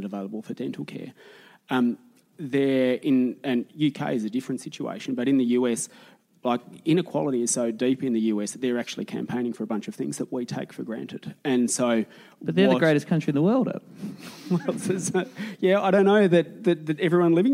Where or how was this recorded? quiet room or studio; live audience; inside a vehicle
live audience